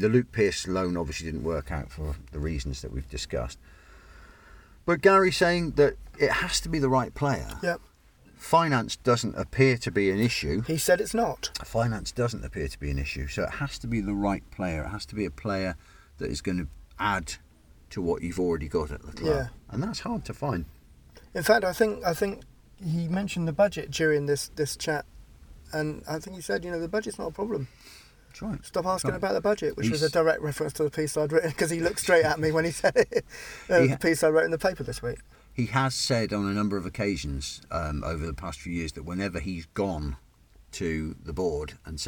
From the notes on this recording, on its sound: car outside Plainmoor